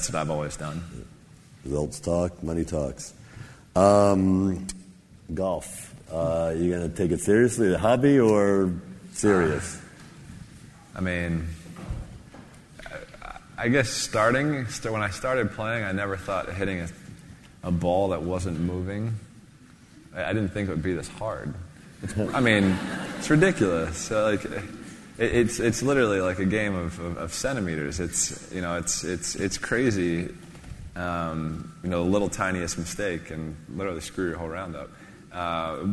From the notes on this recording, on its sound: In this special episode, we broadcast an interview that took place at the 2016 Forbes 30 Under 30 summit in October. Takes questions from the audience.